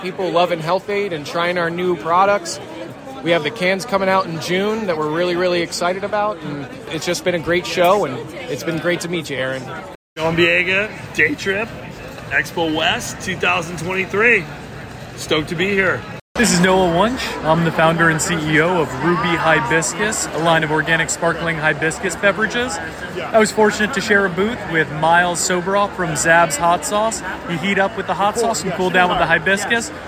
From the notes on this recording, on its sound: sound bites taken on the floor of Expo West